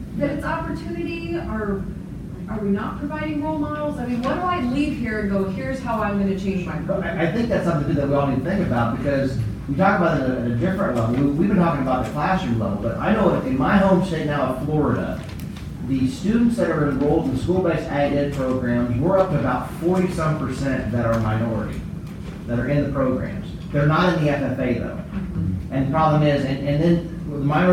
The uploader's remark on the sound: ag teachers at the 2018 NAAE Conference